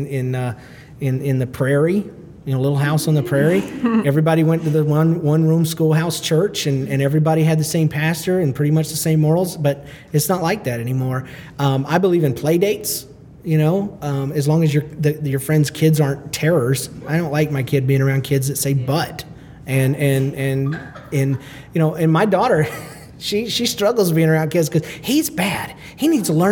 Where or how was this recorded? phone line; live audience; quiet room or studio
live audience